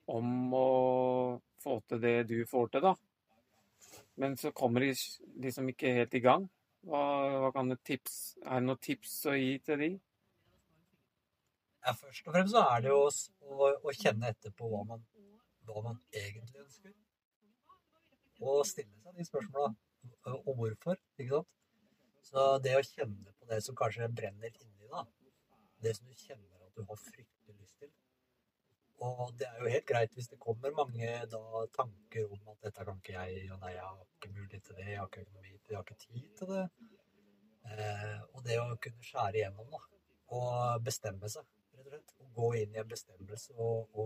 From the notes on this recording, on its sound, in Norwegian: Lyden på mikken kan være litt varierende fra forholdene inne i bobilen